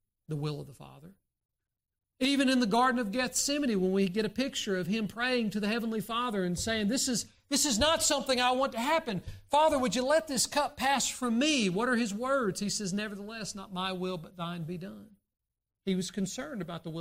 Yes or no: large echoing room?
yes